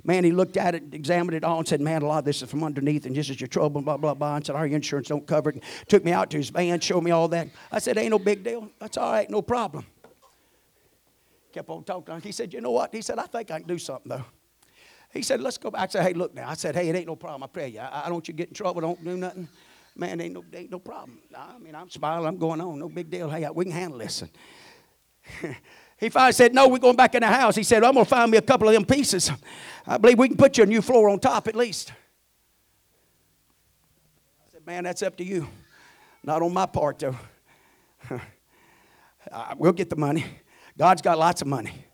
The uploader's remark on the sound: at the First Jesus Name Church of Benndale on the Sunday night of 3-26-2023